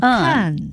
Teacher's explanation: 另外一个呢是“看”字第四声的，你的音偏到第一声了哈